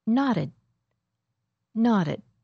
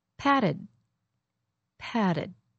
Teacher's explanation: Do you see how the D and T sound alike when they happen between two vowels? You might hear that the vowel is a little longer when it's before the D. · Shown in: first take